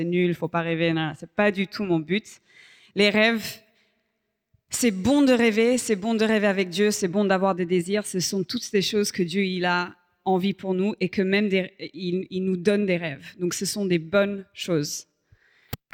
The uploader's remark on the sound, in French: Enregistré à l'église CVV, le 10/12/2023